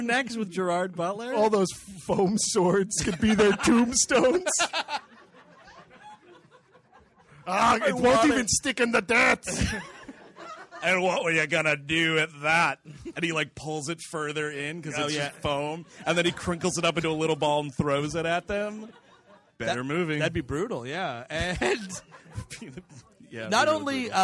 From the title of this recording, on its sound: Live in D.C.